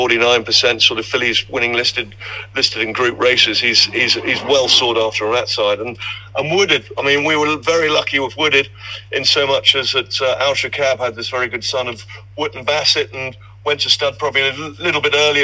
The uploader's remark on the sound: From the Hollow Bottom pub in Guiting Power, Glos, from the Cheltenham Handicap Weights launch.